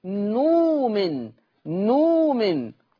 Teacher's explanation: قرأ ورش بإبدال الهمز الساكن حرف مد فيه نؤمن